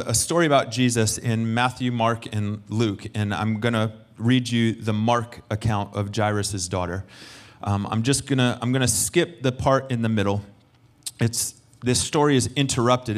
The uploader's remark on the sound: Recorded sunday evening service